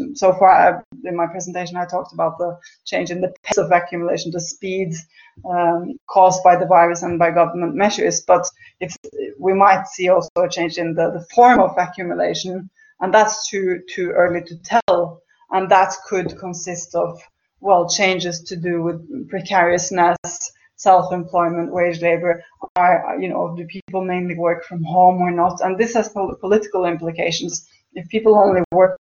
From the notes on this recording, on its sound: This is part of a webinar series co-organised by the SOAS Department of Economics and the SOAS Open Economics Forum.